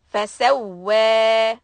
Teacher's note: push on waw and stretch it, two counts